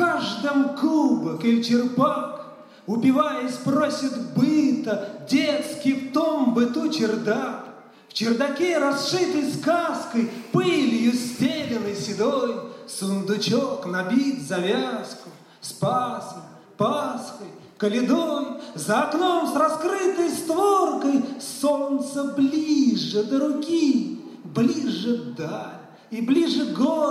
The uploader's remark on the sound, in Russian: В санатории ВОС «Солнечный берег» в Геленджике прошёл Физкультурно-оздоровительный фестиваль «Сильные духом!». Аудиозаписи выступлений участников церемонии закрытия фестиваля и некоторых номеров концертной программы.